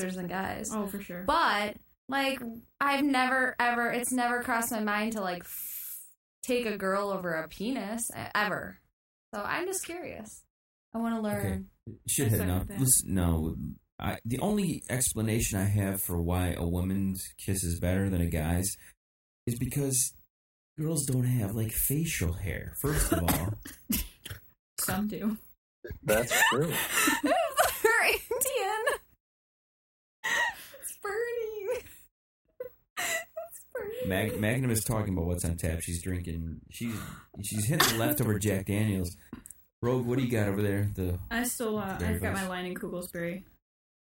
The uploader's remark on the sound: This is a shitty echo chamber edition.